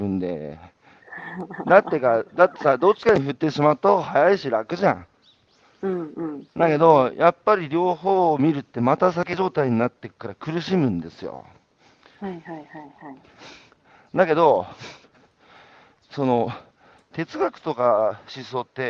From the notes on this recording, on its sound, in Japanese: 歩きながら1時間、対談する